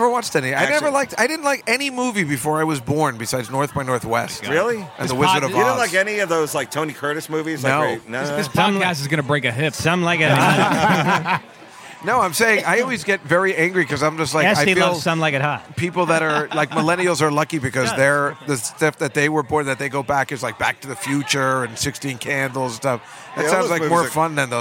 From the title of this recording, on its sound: Live at the Comedy Cellar